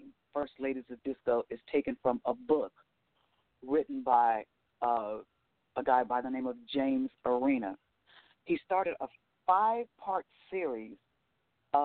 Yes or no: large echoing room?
no